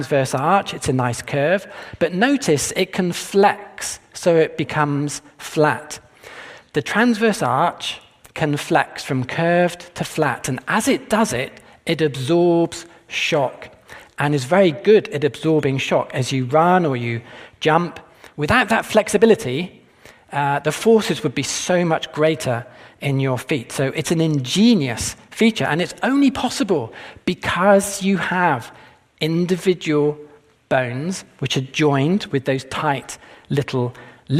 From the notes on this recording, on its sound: This presentation was taped at the 2022 Westminster Conference on Science and Faith in the greater Philadelphia area, which was jointly sponsored by Discovery Institute’s Center for Science and Culture, and Westminster Theological Seminary.